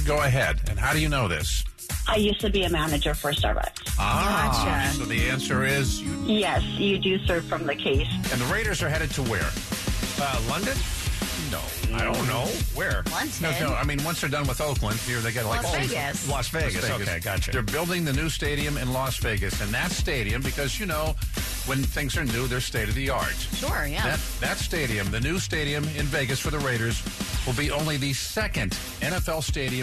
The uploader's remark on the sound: a former Starbucks manager called